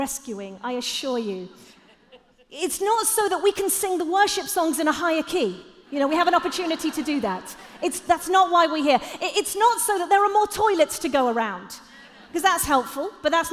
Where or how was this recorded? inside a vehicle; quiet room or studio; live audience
live audience